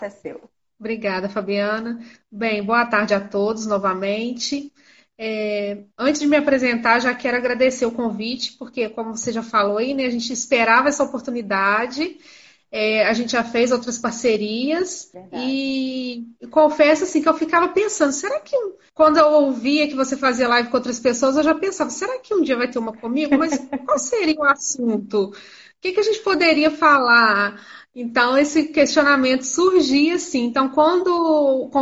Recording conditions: video call